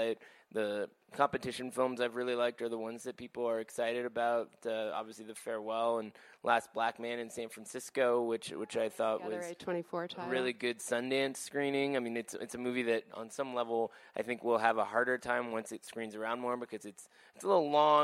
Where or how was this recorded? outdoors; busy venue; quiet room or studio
busy venue